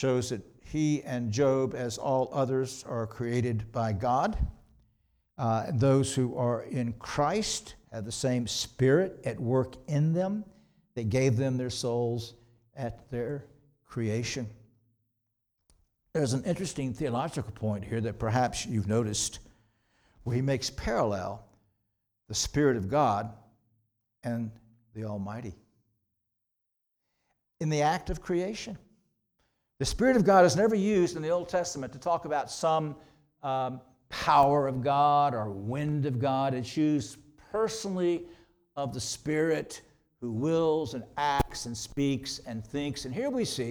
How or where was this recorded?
large echoing room